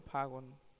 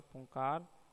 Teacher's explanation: ये हिंदी के महाप्राण अघोष स्पर्श ओष्ट ध्वनि है